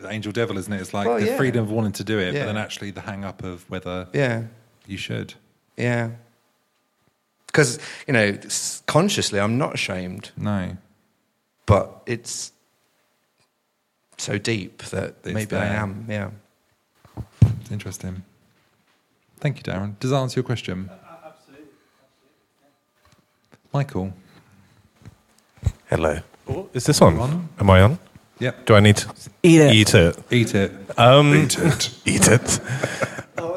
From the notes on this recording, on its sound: The podcast has been recorded over 8 weeks, in front of a live audience at Arcobaleno, an inclusive Queer space, in the heart of Kemptown Brighton. The shows feature a panel of guests, where we will be talking all things queer, and an audience Q&A too.